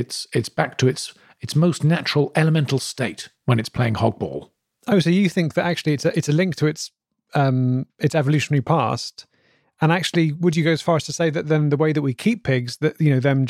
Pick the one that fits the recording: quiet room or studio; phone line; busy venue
quiet room or studio